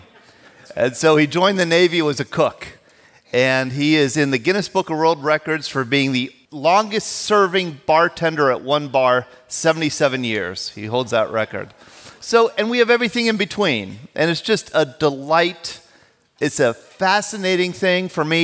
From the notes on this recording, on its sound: Recorded live on June 11, 2016 at Spring Valley in Fayette County, Pennsylvania. Listen to the stories and voices of local veterans recorded live.